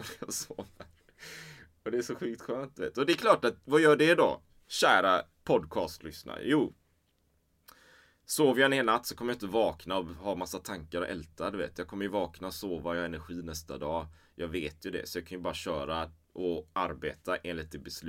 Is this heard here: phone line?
no